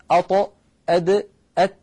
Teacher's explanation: نجد بأن اللسان يقرع نفس المكان عند النطق بهذه الأحرف الثلاثة · Term: مكان واحد